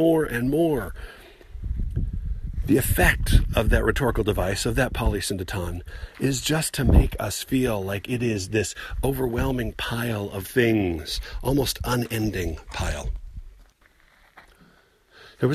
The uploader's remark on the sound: Recorded while on the outskirts of the San Rafael Swell, where I could not find anywhere that was completely out of the wind. Even if it isn't a great place to record, it is one of my favorite places.